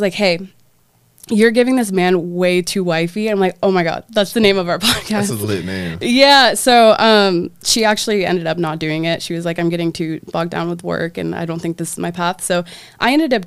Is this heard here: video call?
no